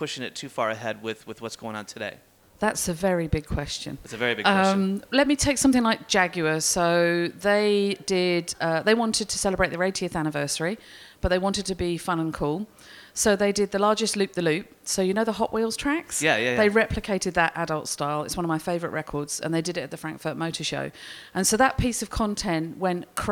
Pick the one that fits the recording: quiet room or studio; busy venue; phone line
busy venue